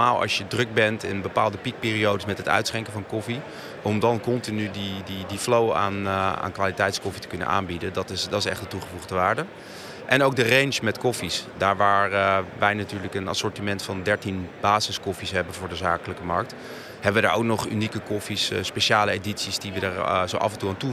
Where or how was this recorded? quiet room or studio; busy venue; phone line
busy venue